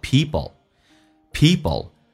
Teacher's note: p 跟 l 有时候在速度很快的时候趋向于发 b 跟 l，叫 peoplepeople。关键是 l 这个发音，舌尖抬起来靠向你的上齿龈，在上牙齿后背的一个地方，叫做 opeople。